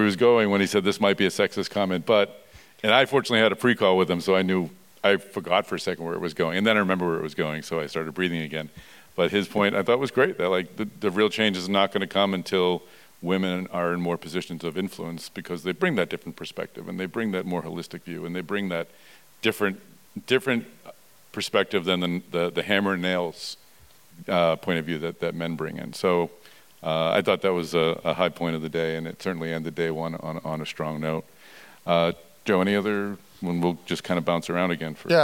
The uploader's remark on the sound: We recorded this episode on stage at the conclusion of DeviceTalks West.